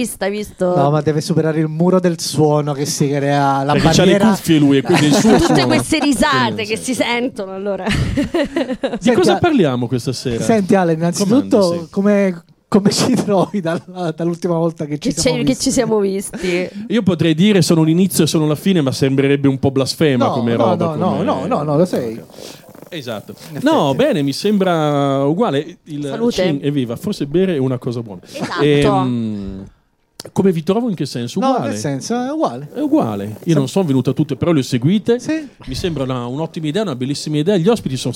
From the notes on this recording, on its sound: Live dal GhePensiMi